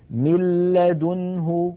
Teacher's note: مثال إدغام النون الساكنة في اللام من لدنه ملا، لاحظوا من الميم إلى اللام مباشرة وننطق لاما مشددة ولم يبق من الغنة شيء · Term: إدغام النون الساكنة والتنوين بغير غنة